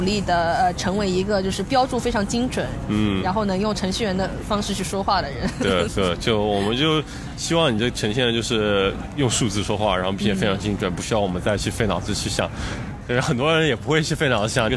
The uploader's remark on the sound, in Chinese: 户外录音，稍有杂音